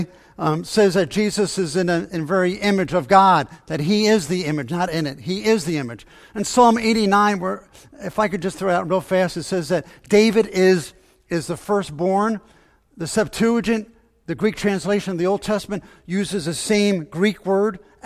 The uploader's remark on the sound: Faith Baptist Church in Hamilton, NJ.